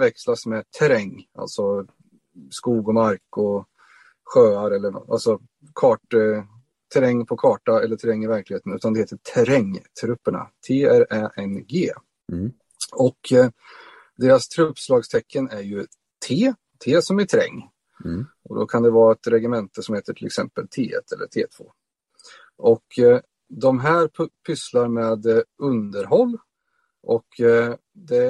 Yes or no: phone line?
no